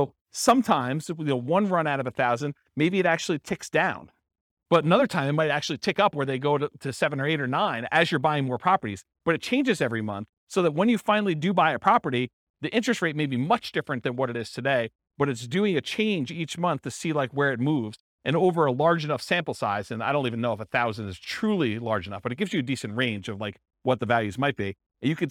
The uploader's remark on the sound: This was a live class recorded.